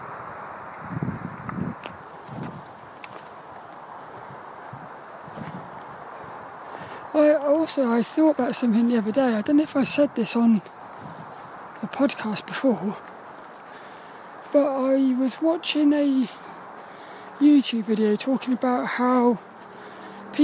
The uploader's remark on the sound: This 'About The Tings' episode is a Walk and Talk around the woods